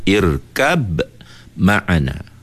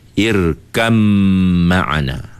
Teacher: Sepatutnya irkab. Tapi kita tak perlu baca ba. Terus saja baca mim. · Shown in: second take · Term: idgham al-mutajanisain